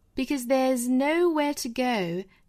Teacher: because,我们也可以读成 because,弱读形式 because there's,那后面呢 there 和 is 的缩约我们可以直接读 there's,那如果说不缩约呢就是 there is,那这里面它是缩约读的所以说 there's, 注意尾部的这个 s 要读浊音的 z